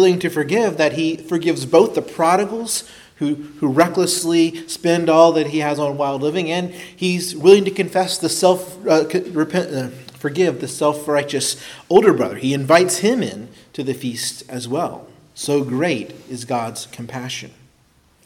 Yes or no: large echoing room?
yes